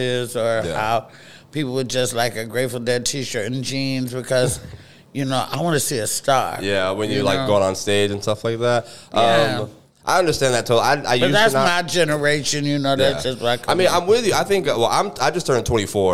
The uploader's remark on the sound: We recorded this podcast between sets of the early & late show at the Comedy Zone